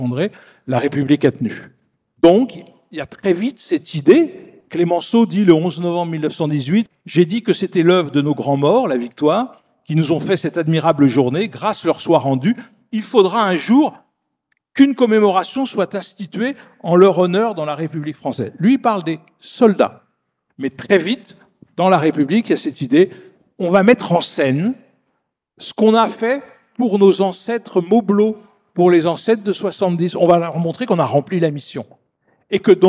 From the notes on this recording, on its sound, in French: Une table-ronde de France Mémoire issue de l'édition 2023 des Rendez-vous de l'Histoire